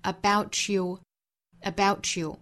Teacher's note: 相当于是 t 和 e 的连读同化，读成一个 ch 的音